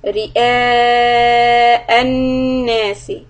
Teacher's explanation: make sure that the همزة on رئاء is a separate sound